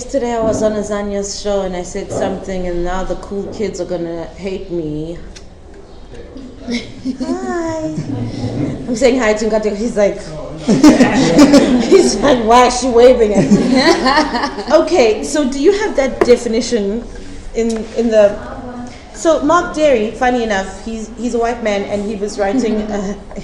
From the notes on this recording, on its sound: in a live podcast